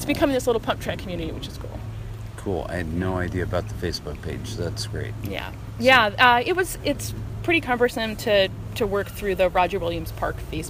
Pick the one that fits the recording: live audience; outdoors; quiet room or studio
outdoors